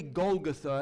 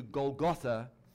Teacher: I say Golgotha as opposed to Golgotha simply because the emphasis is on the final syllable in the Greek text and on the final vowel · Shown in: first take